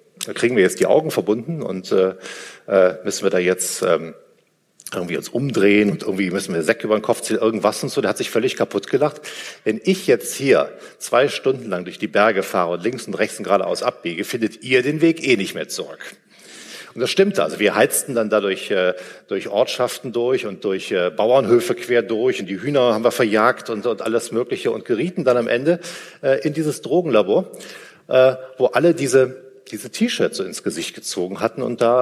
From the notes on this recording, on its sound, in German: Live aus Düsseldorf. Ein Mitschnitt des "Unter-Freunden-Abend" in Düsseldorf.